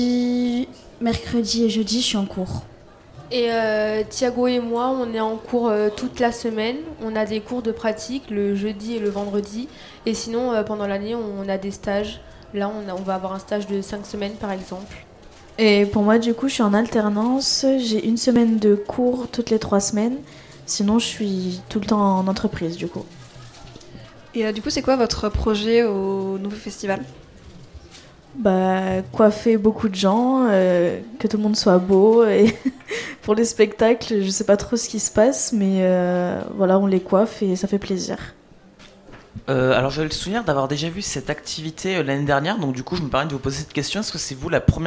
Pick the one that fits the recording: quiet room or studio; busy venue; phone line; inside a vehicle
busy venue